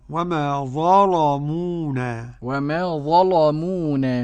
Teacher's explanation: وما ظلمونا قرأ ورش بتغليظ اللام